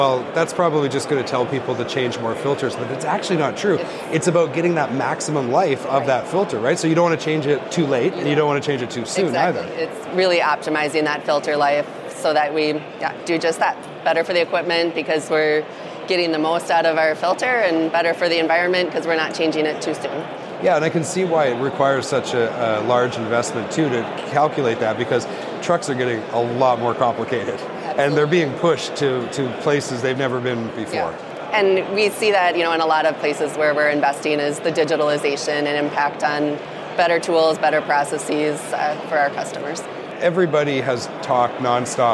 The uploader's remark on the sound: Live at HDAW 23. We are at HDAW 23.